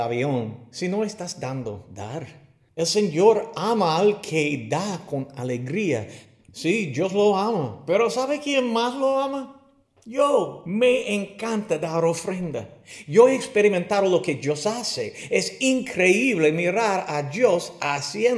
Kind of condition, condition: setting, large echoing room